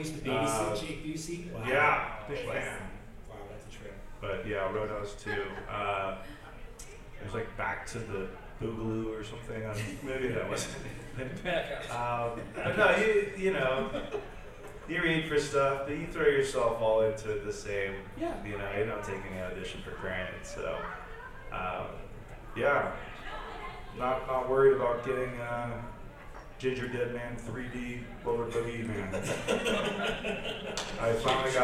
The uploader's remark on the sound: Live From L.A. Comic Con